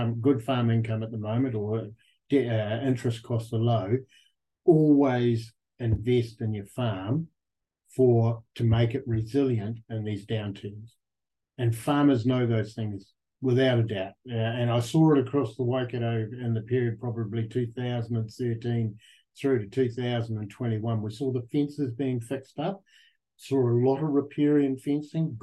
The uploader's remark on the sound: Recorded on the fourth Beef + Lamb New Zealand ‘Sow, Grow, Thrive’ webinar, 2 October 2023